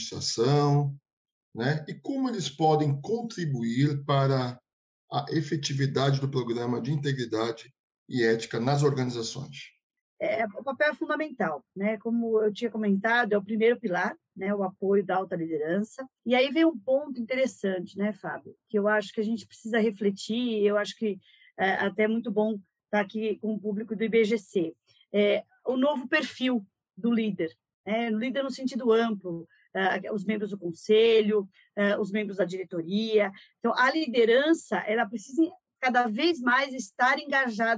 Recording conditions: video call